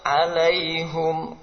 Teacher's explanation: mengganti ha kasrah dengan dhamma